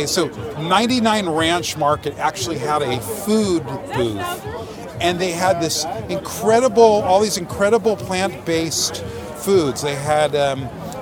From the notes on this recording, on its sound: Vegan Hacks at the Vegan Street Fair. At the Vegan Street Fair in North Hollywood.